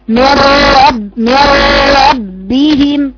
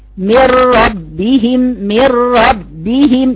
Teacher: يعني بقرأ أنا في الحالة دي رائين، راء ساكنة ثم راء متحركة لكن بدون ما اديها زمن غنة · Shown in: second take · Term: الإضغام بدون غنة